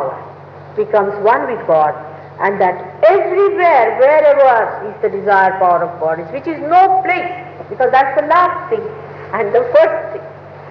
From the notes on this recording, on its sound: Archive audio. At a Sahaja Yoga meeting in Caxton Hall, London, England.